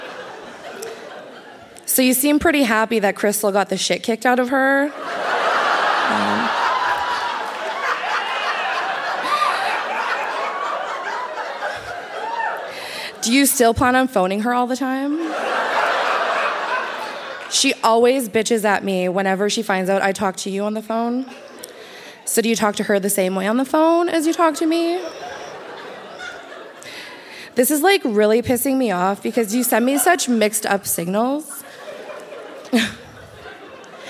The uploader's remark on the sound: Recorded live at The Broadway Theatre in Saskatoon.